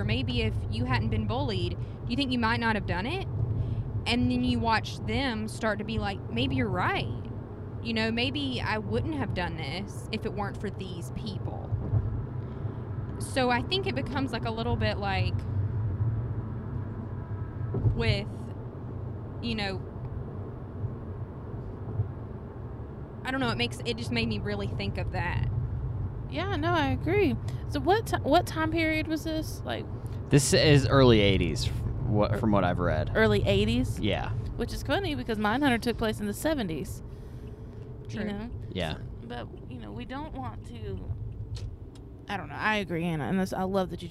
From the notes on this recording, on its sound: We tried something a little different this time by recording our thoughts while driving home from the movie theater immediately after seeing the film. It's our first 3 person podcast!